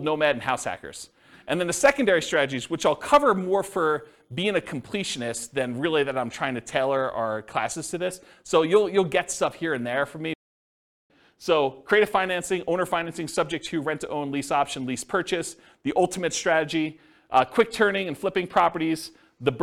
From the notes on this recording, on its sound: This was a live class recorded